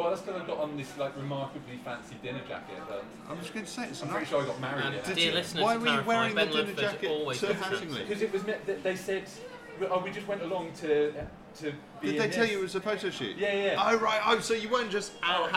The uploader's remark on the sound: To The People's Republic Of Islington they were welcomed, and with huge thanks to The Sampler, allowed to record in situ. In front of a live studio audience.